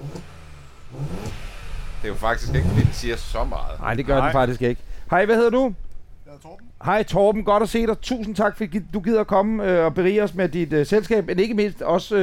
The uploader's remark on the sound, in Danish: I dette Live-afsnit af Bilklubben Podcast har vi en sand folkefest, når vi inviterer alle vores lyttere til fest hos vores venner og samarbejdspartnere GF Forsikring i Odense. Her afholder vi Cars & Brunsviger med hundredevis, ja endde tusindevis af vores fantastiske lyttere.